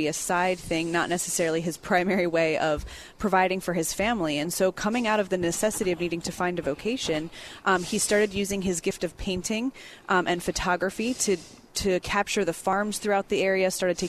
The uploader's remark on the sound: Broadcasts from Sight and Sound Theater in Branson, MO.